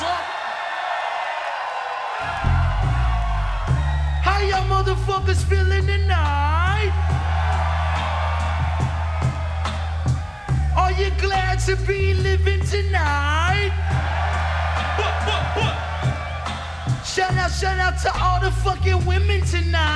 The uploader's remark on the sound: Live From NPR Music And SXSW 2016